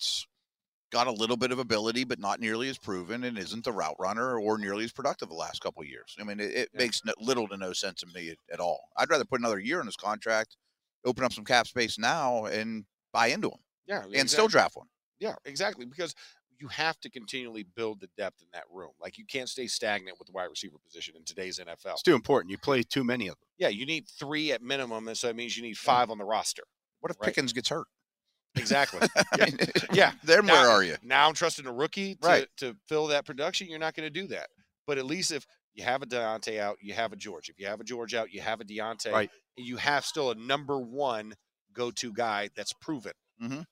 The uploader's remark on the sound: The Drive LIVE from the NFL Combine.